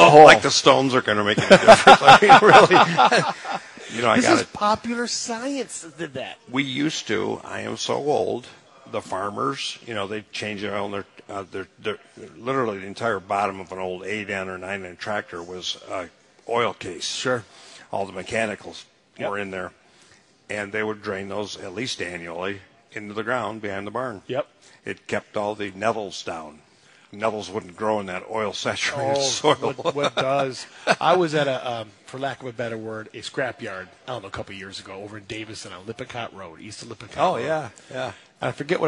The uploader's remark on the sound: Live from Taylor Doors in Sterling Heights